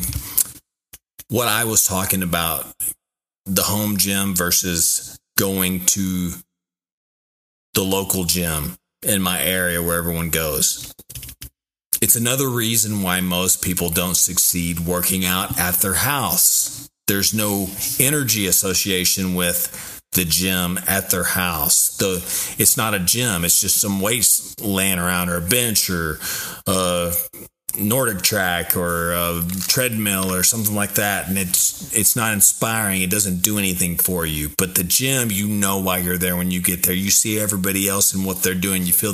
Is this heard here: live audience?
no